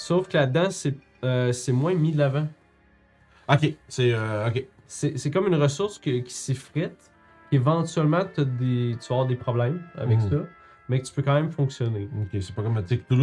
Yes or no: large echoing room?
no